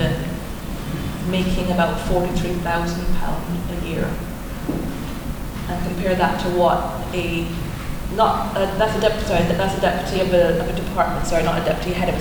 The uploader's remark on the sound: This special bonus episode features a live recording from the discussion panel we took part of as part of ICON’s annual meeting in November 2018.